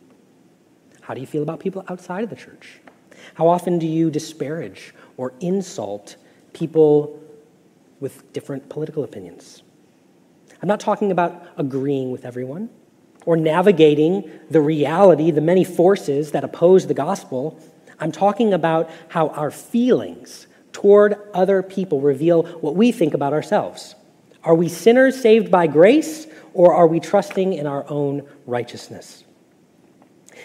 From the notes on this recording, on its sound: Message Preached at Valley Creek Church